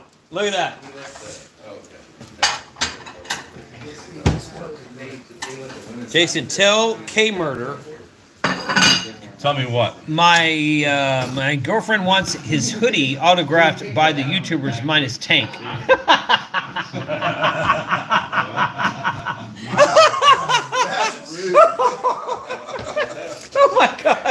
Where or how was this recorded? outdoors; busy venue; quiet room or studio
busy venue